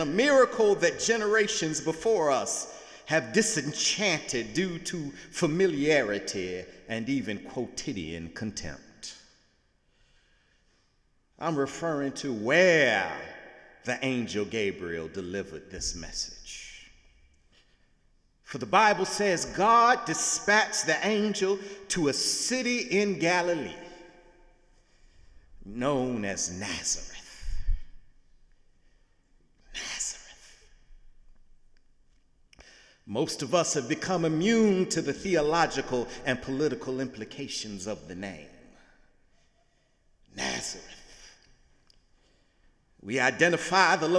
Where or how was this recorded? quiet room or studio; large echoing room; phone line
large echoing room